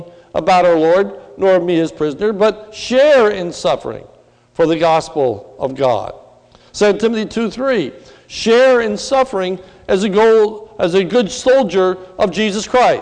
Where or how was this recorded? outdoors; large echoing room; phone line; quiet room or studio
large echoing room